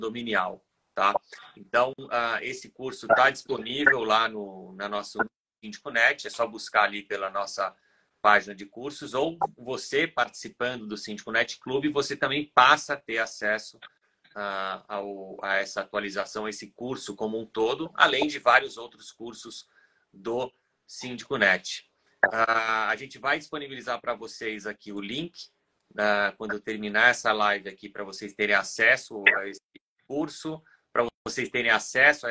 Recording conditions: video call